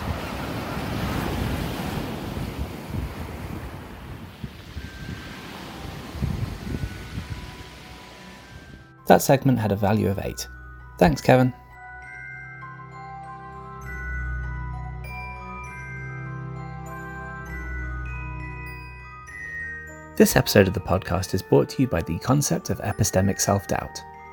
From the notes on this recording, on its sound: takes us for a walk on Brighton beach